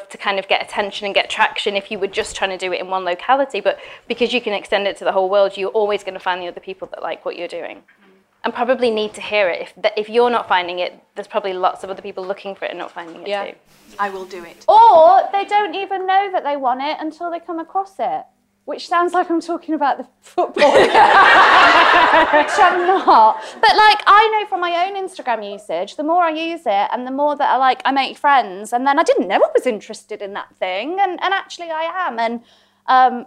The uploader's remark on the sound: LIVE in Manchester.